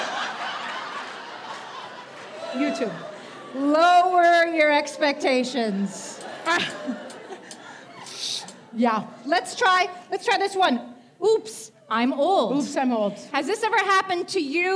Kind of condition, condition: setting, live audience